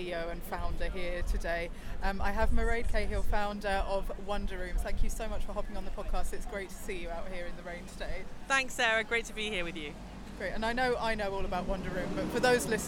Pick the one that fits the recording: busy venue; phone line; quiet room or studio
busy venue